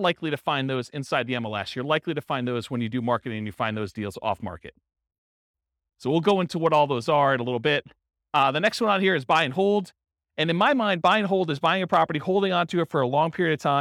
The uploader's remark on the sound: This was a live class recorded